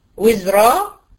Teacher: وزرا مفخمه عشان هي منونه بالفتح والارض مفخمه لان هي ساكنه وما قبلها مفتوح